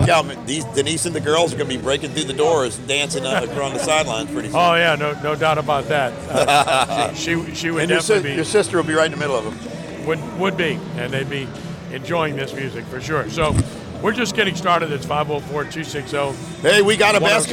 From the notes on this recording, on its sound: live on location at the Allstate prep basketball classic